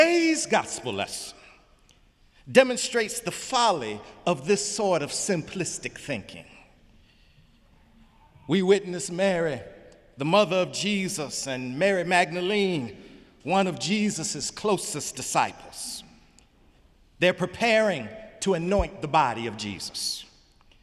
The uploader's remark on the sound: Easter Sunday sermon April 1, 2018 in the Memorial Church of Harvard University